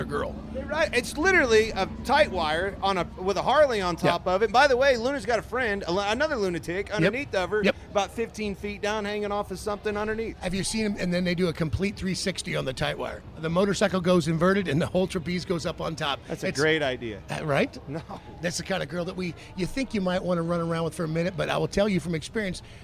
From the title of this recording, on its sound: LIVE FROM STURGIS